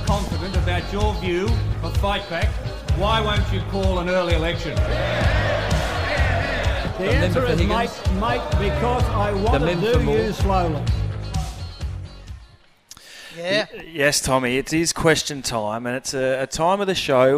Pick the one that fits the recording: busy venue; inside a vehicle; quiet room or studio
busy venue